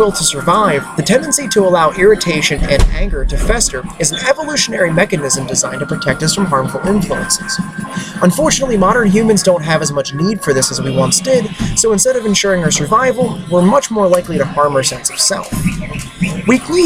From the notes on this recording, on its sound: As an experiment in concentration, this episode was recorded in one take with background noise. CrossFit Catonsville.